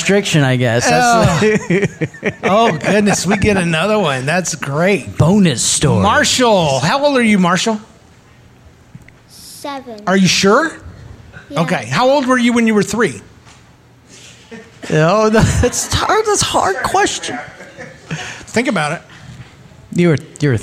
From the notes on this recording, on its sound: Recorded in front of a live audience at Narthex Con 2022.